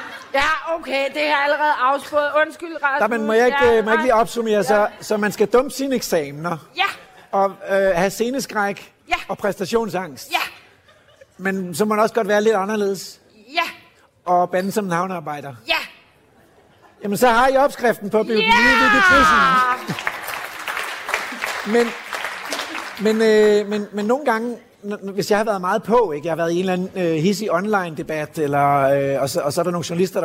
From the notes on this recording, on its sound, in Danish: Live fra Naturmødet 2023. I dagens afsnit bliver lytterne inviteret med til årets naturmøde i Hirtshals. Et hemmeligt møde i klitterne ved Hirtshals. Lov til at låne sofaen på Lifescenen. Til en times livesending.